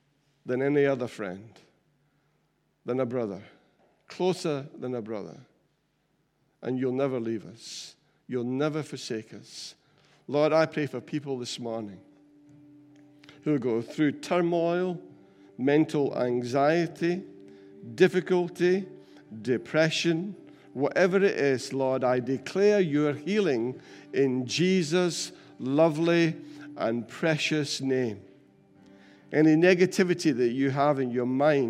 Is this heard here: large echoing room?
yes